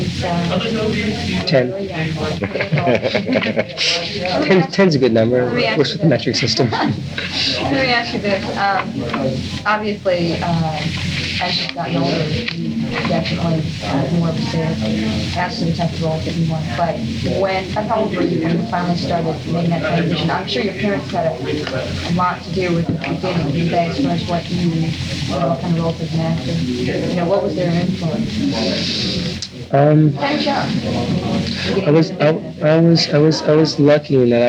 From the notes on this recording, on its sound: Even at the end of this interview, while the reporters were packing up, an overheard remark “he was high on something”. A little tough to hear in spots because it’s done only as a record for reference, amid a lot of background chatter.